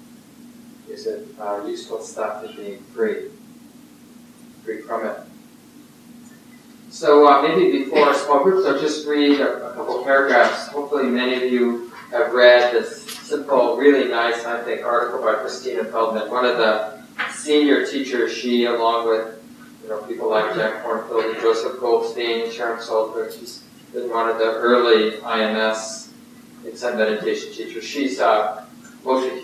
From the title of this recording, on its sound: Poor Audio Quality